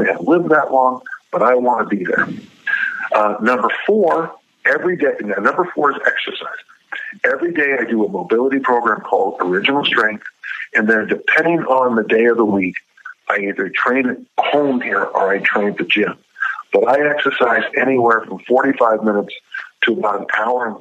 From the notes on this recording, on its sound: via phone